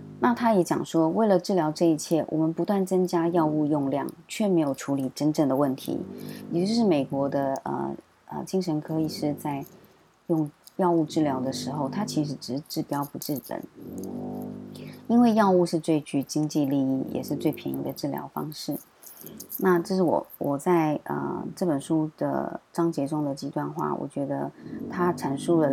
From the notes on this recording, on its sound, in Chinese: 本週背景白噪音：樓上施工打地板，請多包涵。